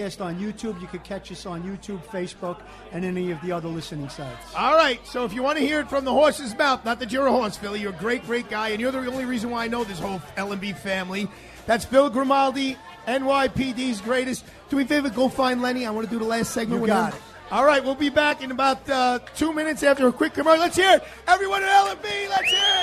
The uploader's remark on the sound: Live Broadcast from L&B Spumoni Gardens , Bensonhurst, Brooklyn, NY. Live Broadcast from L&B Spumoni Gardens , Bensonhurst, Brooklyn, NY.